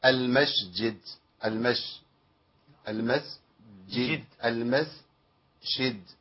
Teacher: احنا عندنا ابدال الجيم بشين، وده بيقع فيه كثير من الناس